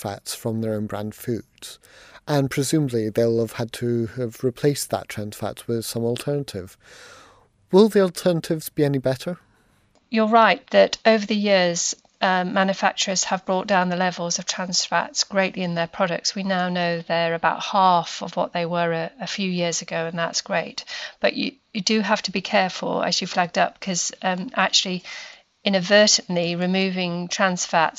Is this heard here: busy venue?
no